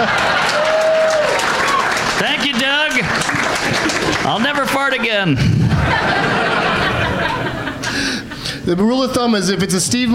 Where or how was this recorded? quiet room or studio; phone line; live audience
live audience